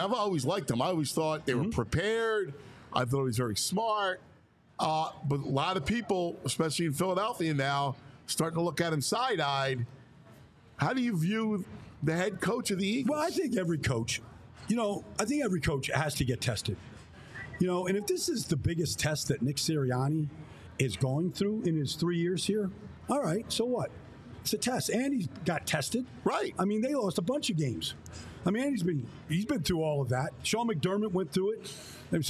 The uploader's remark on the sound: We are LIVE from the Reading Terminal Market in Philadelphia